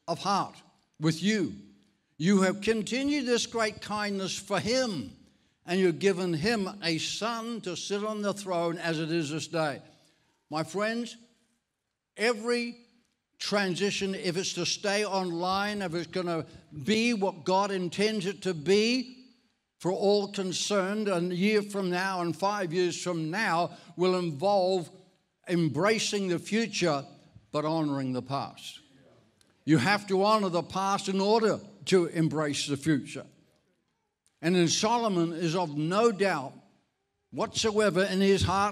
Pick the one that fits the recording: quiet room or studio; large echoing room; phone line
large echoing room